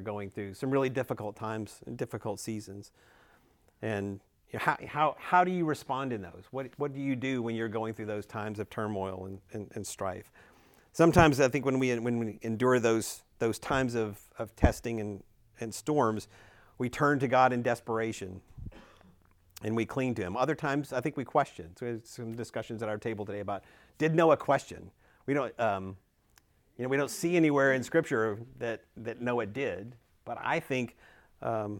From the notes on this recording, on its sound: Recorded at Emmaus Church in Buford, GA on Wednesday, November 1, 2023.